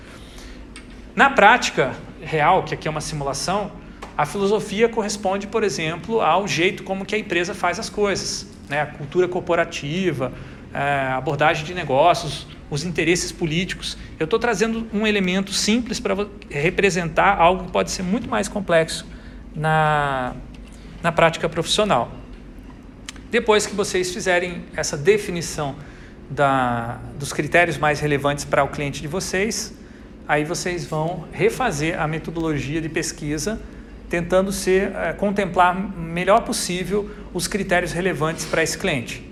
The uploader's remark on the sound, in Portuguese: Grava��o realizada na disciplina Metodologia da Pesquisa do curso de Tecnologia em Design Gr�fico da UTFPR.